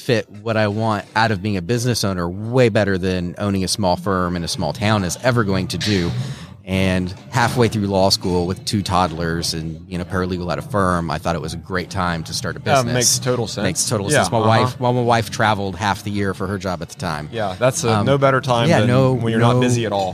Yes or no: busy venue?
yes